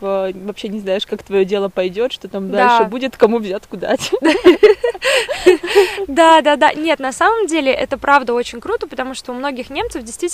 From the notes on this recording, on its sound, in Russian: Выпуск записывался в парке, поэтому на фоне поют птички и иногда пробегают собачки